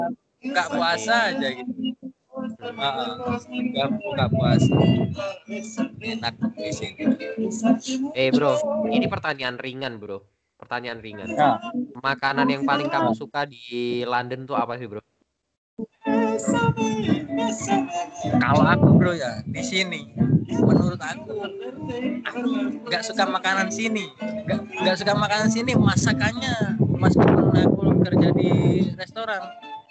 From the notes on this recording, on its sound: Live In Chinatown London